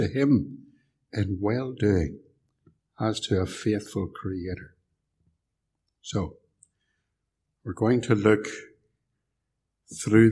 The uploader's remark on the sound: preached at Templepatrick Reformed Church